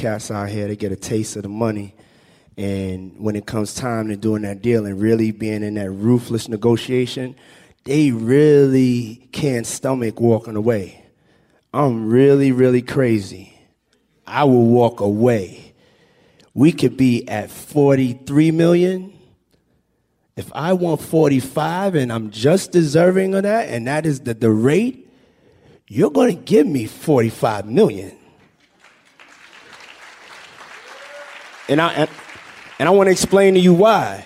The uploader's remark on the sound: Held in front of an audience at the New School.